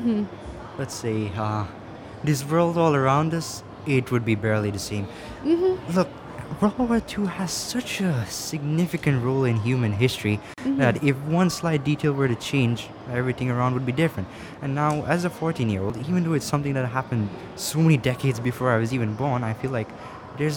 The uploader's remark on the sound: Live from SIBF 2022.